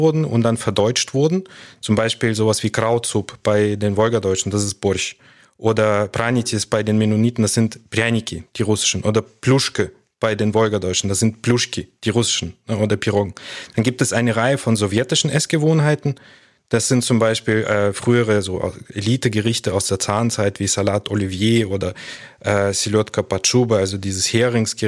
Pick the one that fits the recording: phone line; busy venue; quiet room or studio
quiet room or studio